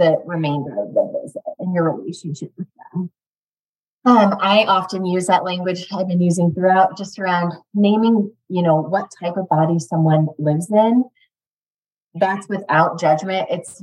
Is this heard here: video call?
yes